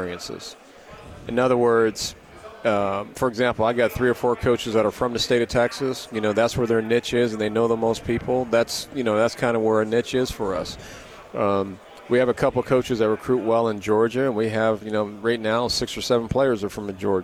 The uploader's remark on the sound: LIVE from Pac-12 Media Day in Los Angeles, CA.